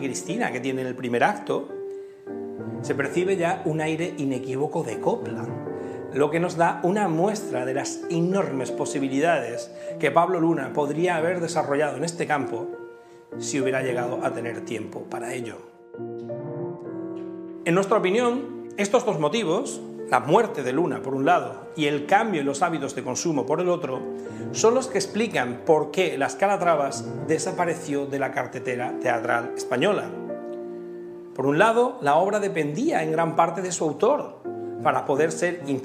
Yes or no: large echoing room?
yes